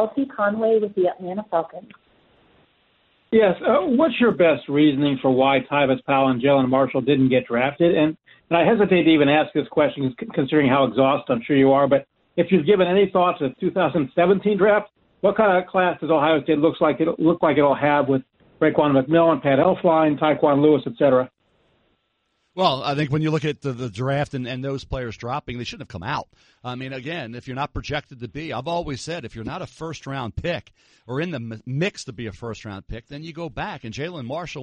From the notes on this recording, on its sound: Post-NFL Draft Conference Call.